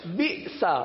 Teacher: آخر میں سین زبر سا پر جھٹکا نہیں ہوگا